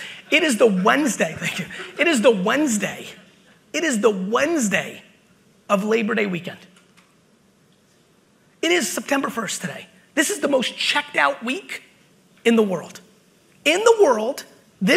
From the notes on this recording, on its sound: BUILD IT Keynote | New Jersey 2021. A throwback keynote I did in 2021!